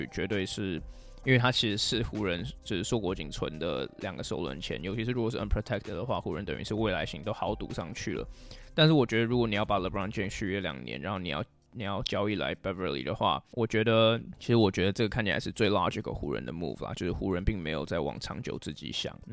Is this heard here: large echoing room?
no